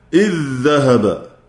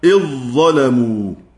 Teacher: أجمع القراء على إدغام ذال إذ إذا أتى بعدها ذال أو ظاء · Term: الإدغام